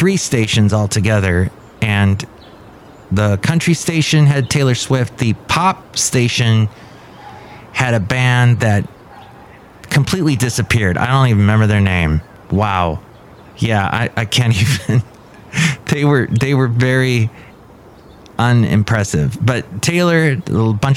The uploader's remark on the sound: podcasts live from Café Anyway